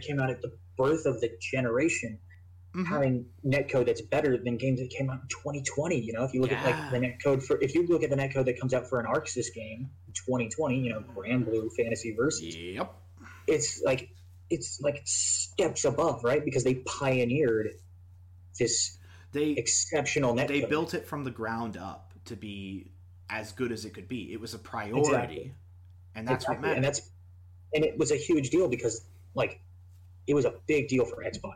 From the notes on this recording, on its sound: Disclaimer: This podcast was recorded in the midst of the COVID-19 pandemic, audio issues may be prevalent throughout.